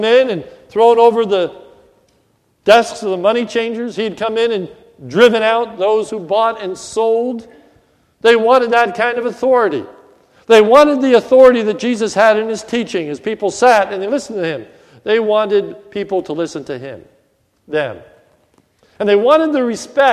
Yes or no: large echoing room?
yes